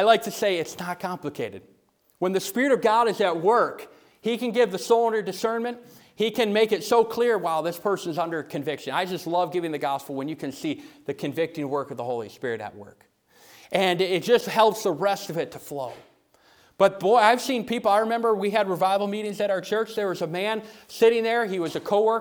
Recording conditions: large echoing room